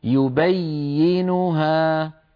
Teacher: أنت تقطعين صوت الياء، تقولين يبي، لا تقطعي، اتركيه ممتدا